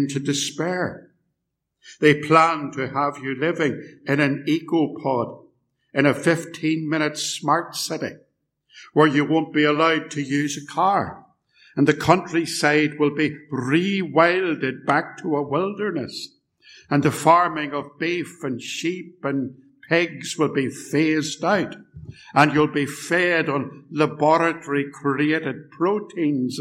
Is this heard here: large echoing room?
yes